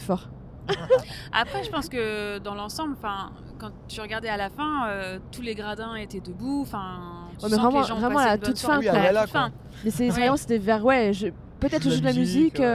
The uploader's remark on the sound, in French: Et ça s'est fait dans la voiture lors du trajet retour ! Il y a donc un bruit de fond lié au déplacement du véhicule mais rien de rédhibitoire.